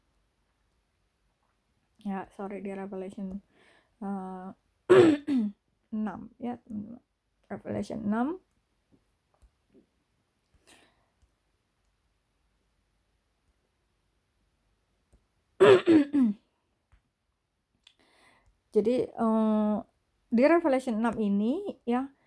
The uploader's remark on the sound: my voice in this recording is probably too low.